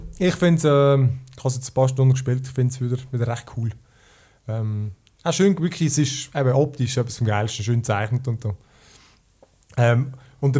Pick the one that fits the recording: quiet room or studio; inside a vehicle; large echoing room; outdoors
quiet room or studio